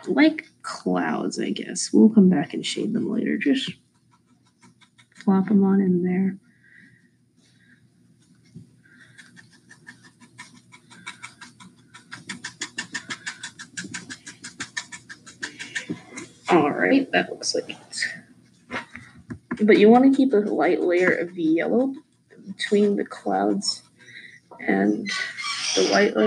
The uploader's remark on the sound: I choked on an apple before filming and so the microphone decided to pick up on my unnecessary breathing constantly.